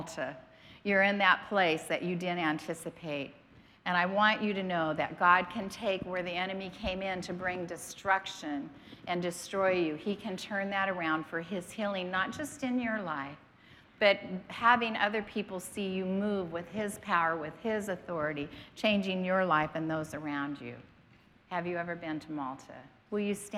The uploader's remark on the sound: was preached on March 27th at the 10AM service.